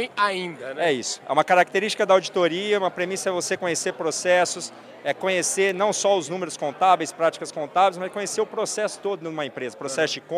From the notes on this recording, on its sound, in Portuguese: Prosa gravada durante a Festa dos 30 anos da Companhia, que reuniu em Ribeirão Preto mais de 500 pessoas da prateleira de cima do agro.